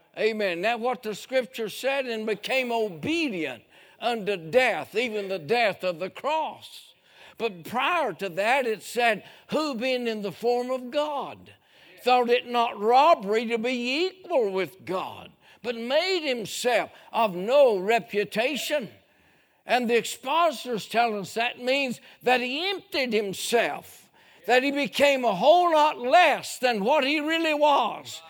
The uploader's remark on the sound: A sermon preached Sunday Morning during our Spring Jubilee